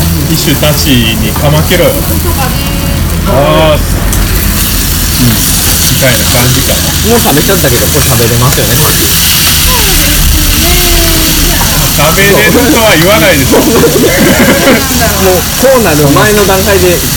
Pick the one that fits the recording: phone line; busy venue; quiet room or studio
busy venue